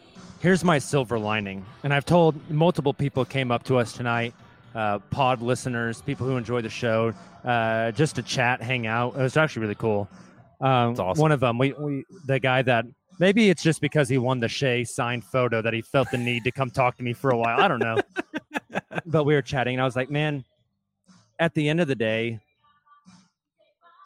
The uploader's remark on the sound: Live from our play-in watch party at Chalk OKC.